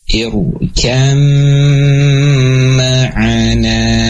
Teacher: huruf ba-nya hilang, masuk ke dalam huruf yang kedua, ke dalam huruf mim. · Term: idgham dengan gunnah